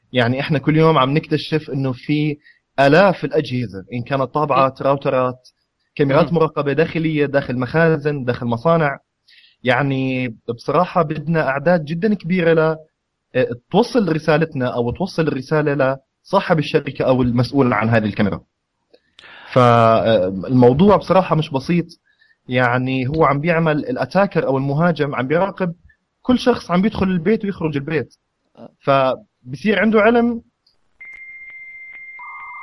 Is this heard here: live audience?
no